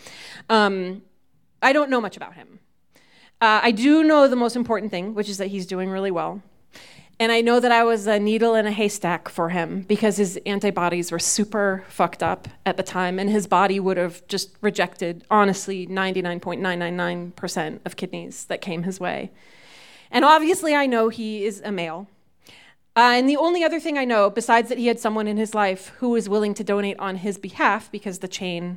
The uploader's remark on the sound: These stories were recorded live at Buntport Theater.